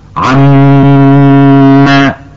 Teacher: لاحظي نطق حرف الميم في كلمة عم. سمعنا أيضا غنة تخرج من الأنف مع حرف الميم